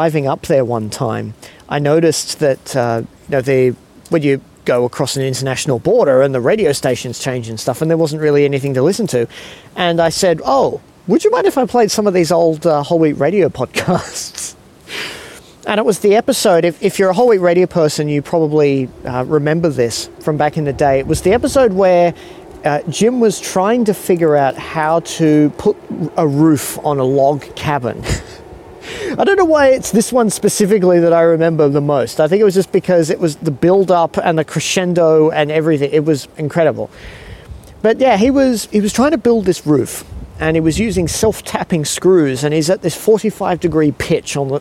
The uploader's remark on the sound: Recorded late one evening wandering around a park in Sydney. Recorded in Sydney, Australia.